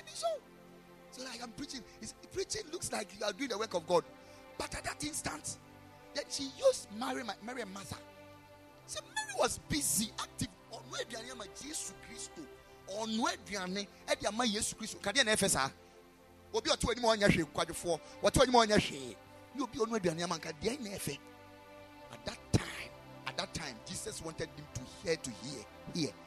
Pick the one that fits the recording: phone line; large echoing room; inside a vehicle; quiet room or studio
large echoing room